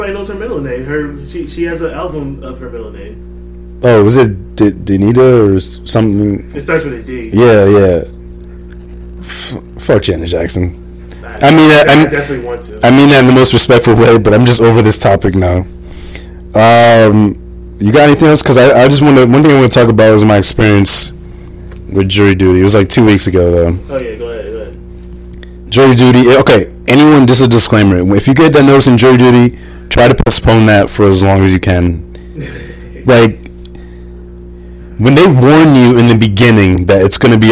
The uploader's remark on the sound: Excuse the audio issues